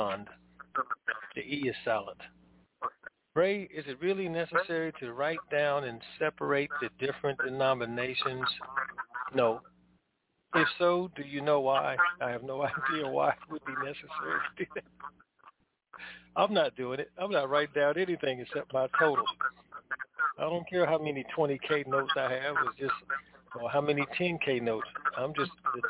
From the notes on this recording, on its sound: TNTSuperfantastic Conference Call